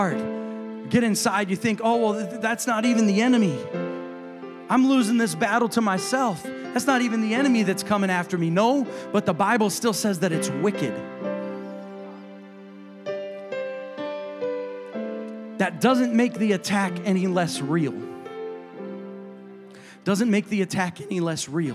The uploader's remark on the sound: a service recording from Connect Point UPC